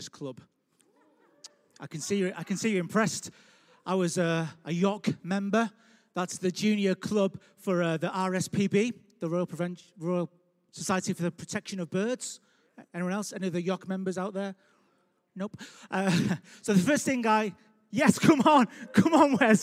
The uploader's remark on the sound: Recorded live at Life Church Lancashire 14th March 2021.